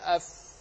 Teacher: علمت أن الفاء من بين بطن الشفة السفلى وأطراف الثنايا العليا